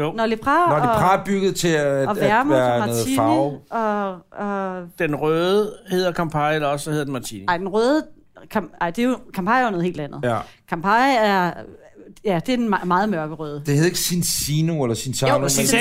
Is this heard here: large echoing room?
no